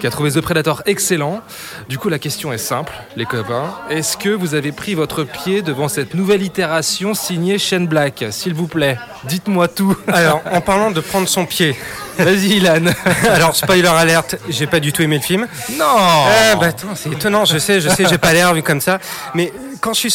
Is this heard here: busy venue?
yes